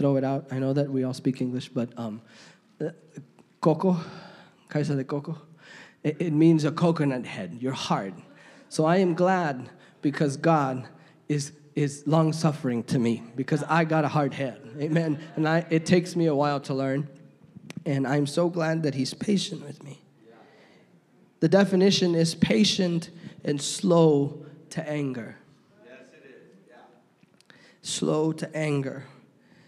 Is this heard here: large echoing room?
yes